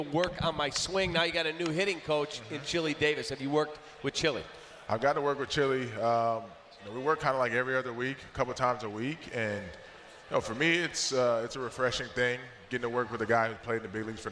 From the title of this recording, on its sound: Live at the 2018 Cubs Convention